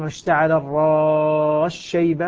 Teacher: وهذا طبعا يصدق عليه ما قلناه قبل قليل، أننا لنا في حرف المد القصر أو التوسط أو أو الإشباع الإشباع، الذي نعم حصل هنا بسبب الإدغام، لأن السين أدغمت في الشين فأصبحت السين مع الشين شينا مشددة، والسين قد أدغمت بالكلية إدغاما كاملا فيها. · Term: إدغام كامل